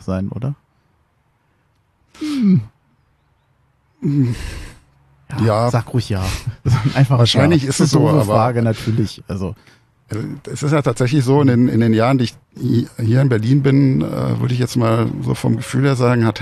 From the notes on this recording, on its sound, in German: Wir haben im Garten aufgenommen, ganz ohne Hintergrundgeräusche ging es daher nicht.